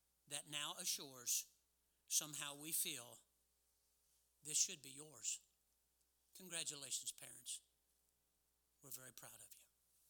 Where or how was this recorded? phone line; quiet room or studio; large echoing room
large echoing room